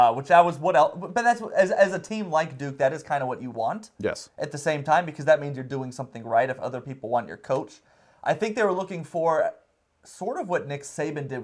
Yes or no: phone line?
no